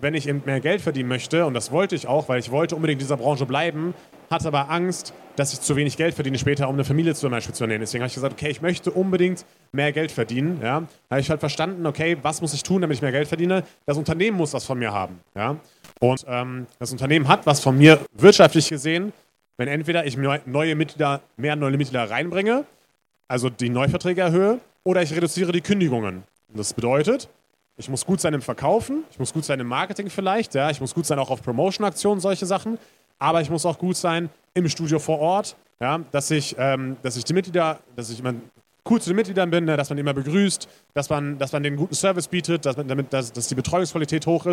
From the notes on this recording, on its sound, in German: Zum ersten Mal durften wir auf der FIBO 2023 einen Live-Podcast aufnehmen! Im FIBO Therapy & Training Forum.